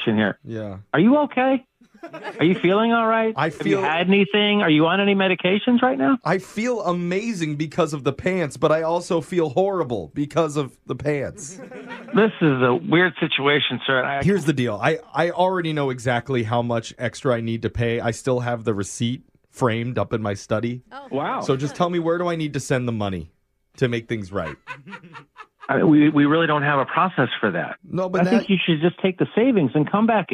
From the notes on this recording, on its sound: Phone Tap